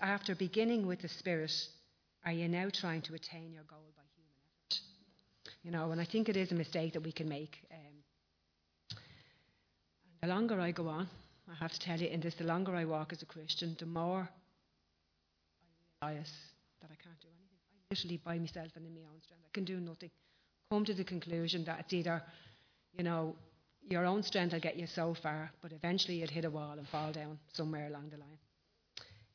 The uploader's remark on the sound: Recorded live at Liberty Church on 13th October 2019